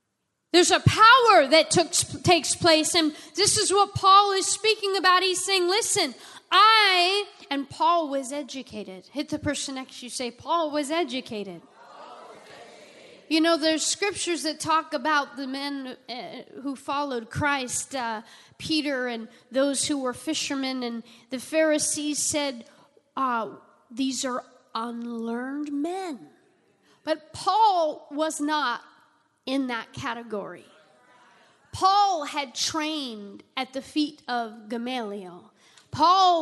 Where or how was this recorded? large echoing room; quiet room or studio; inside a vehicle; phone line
large echoing room